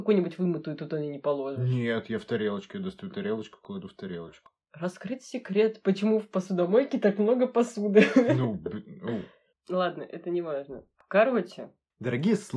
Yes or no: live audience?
no